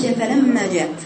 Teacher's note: المخرج ميم اهو بقفل شفايفي كده وبعدين بطلع صوت من مناخيري اسم الخيشومي اسمه هن زمن حركتين